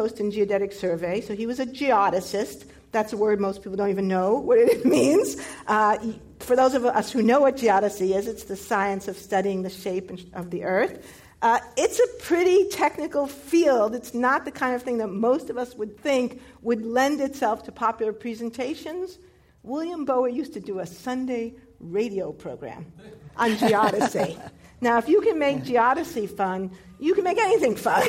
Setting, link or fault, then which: setting, live audience